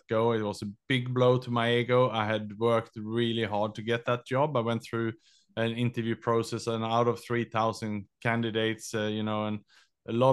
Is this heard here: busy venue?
no